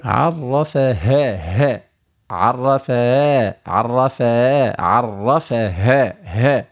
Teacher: أخرج الهاء تكاد تكون من الصدر